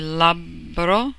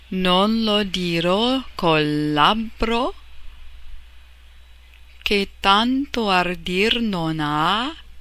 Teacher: double B labbro, you pronounce it at the end of the syllable, beginning of the next · Term: double consonants